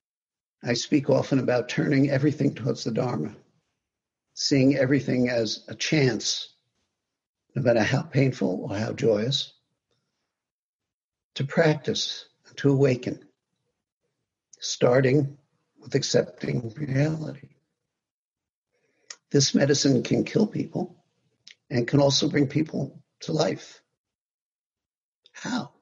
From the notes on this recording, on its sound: via Zoom from his home